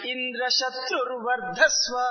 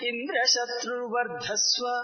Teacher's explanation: Both Indra Shatru and Vardhasva, both carrying the swarita, upward intonation. · Shown in: first take